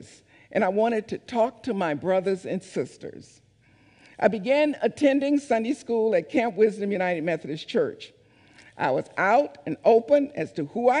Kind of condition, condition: setting, large echoing room